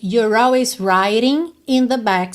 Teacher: enrolar o R facilita a ligação na palavra always